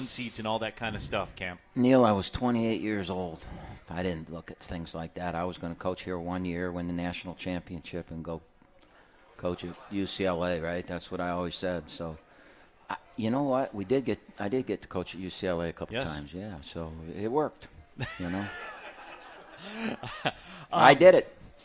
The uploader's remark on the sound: live from RJ's Pub in Rochester Hills!